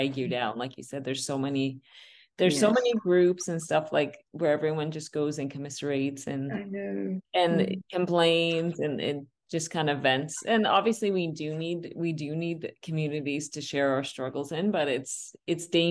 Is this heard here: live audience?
no